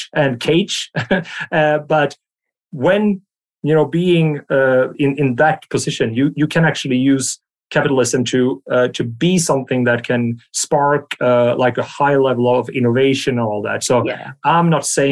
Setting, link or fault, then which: link, video call